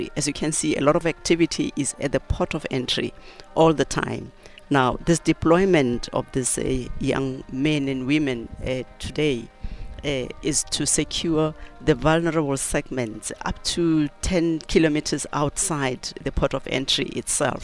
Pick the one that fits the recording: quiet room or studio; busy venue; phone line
busy venue